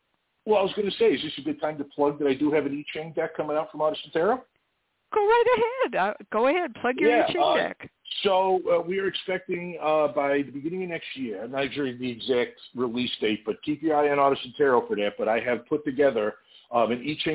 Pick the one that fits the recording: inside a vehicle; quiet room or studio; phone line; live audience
phone line